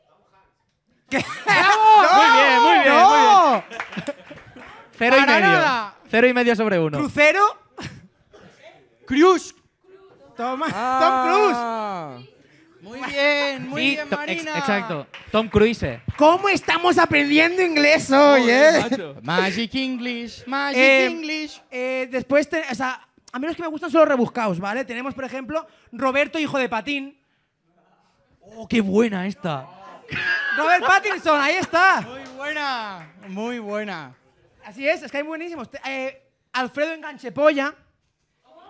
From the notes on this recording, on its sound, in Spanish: LIVE en THE 1916 IRISH PUB.